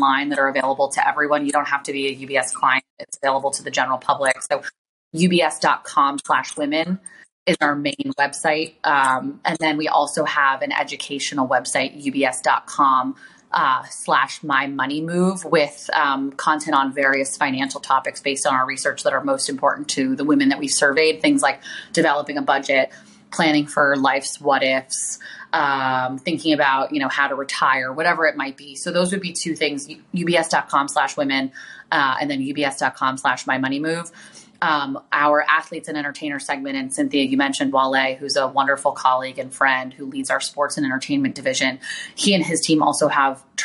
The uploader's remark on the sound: Recorded live on Fireside.